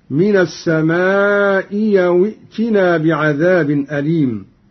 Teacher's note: قرأ قالون بإبدال الهمزة الثانية ياء هكذا: من السماء أو ائتنا بعذاب أليم.